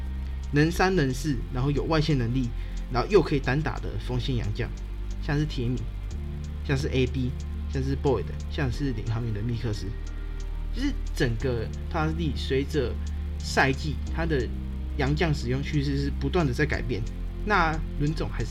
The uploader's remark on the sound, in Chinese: 這一集因錄音設備出現狀況有雜音問題較為嚴重